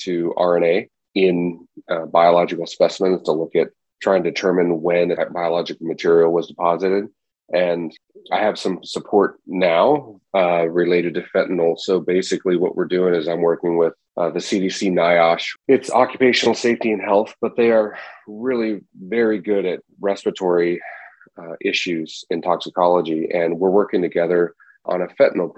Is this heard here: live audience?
no